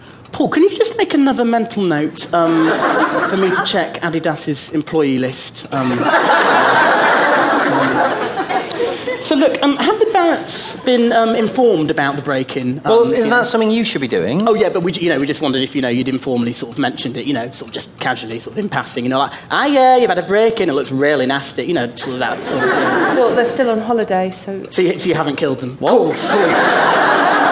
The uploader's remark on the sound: A BBC Radio 4 series of character pieces. Presents his memory technique to a live studio audience.